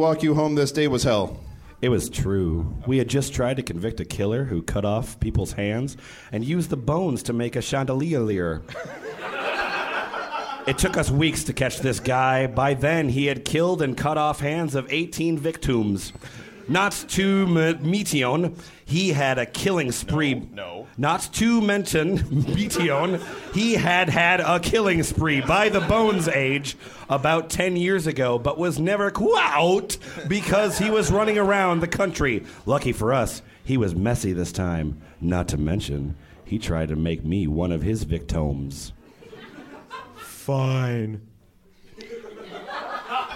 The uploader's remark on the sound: From the raucous Grumpy's Bar in Downtown Minneapolis, The F Plus Live is back!